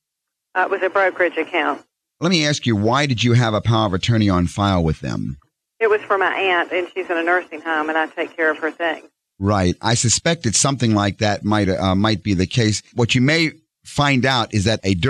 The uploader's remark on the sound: Financial planning call-in show.